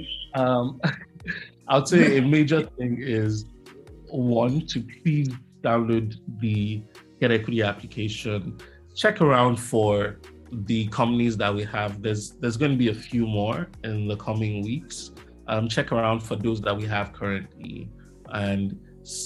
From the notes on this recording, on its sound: in the studio (actually, Zoom call)